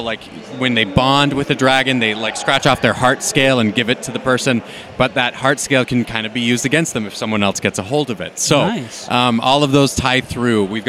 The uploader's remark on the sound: Live From DragonSteel 2023